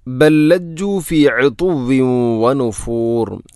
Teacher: ഒന്നാമത്തെ ലാമിന് രണ്ടാമത്തെ ലാമിലേക്ക് ഇദ്ഗാം ചെയ്യുന്നു, കൂട്ടി ലയിപ്പിച്ച് ഒതുന്നു